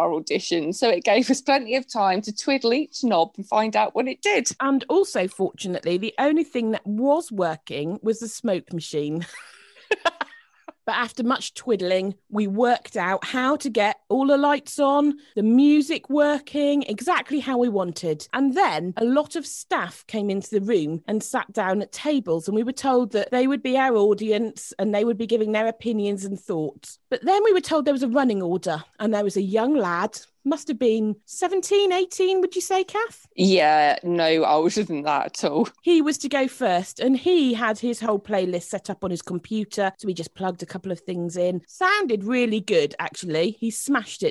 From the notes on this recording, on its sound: Recorded over the internet as still in lock down so sounding a little different. With at least 5 minutes of uncontrollable corpsing edited out!